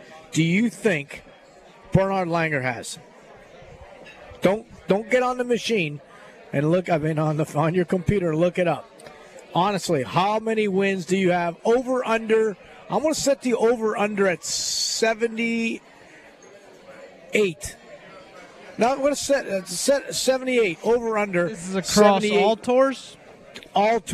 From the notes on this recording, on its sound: LIVE From Felix's Fish Camp!